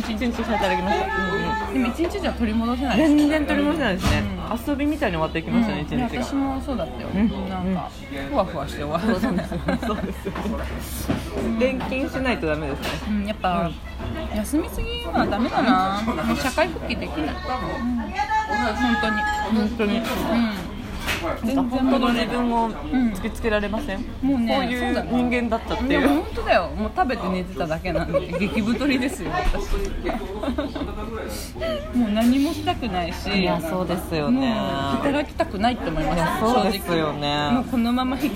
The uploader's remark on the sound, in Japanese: 岐阜市内にあります小塩屋という定食屋にて、収録！ごはんをかきこみながらの収録！！！働いてるみなさまの活気と、うんまいごはんと最後はそろばんで計算。